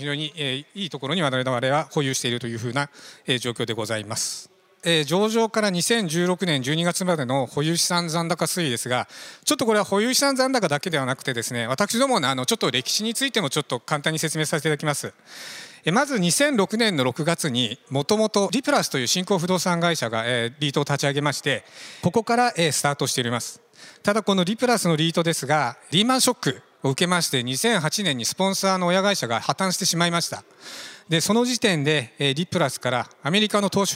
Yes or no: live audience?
yes